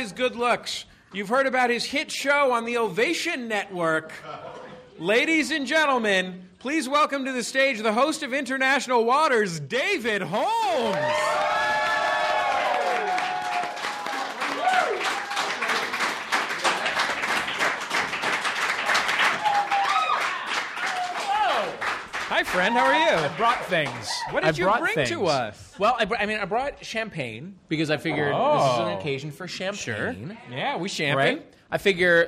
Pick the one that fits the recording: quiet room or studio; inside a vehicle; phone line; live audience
live audience